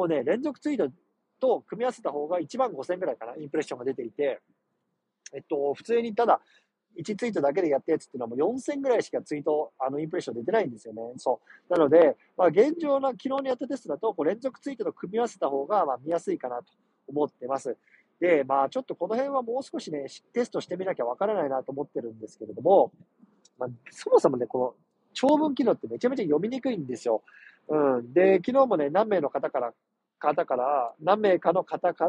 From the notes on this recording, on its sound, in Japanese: 車の中から収録してます。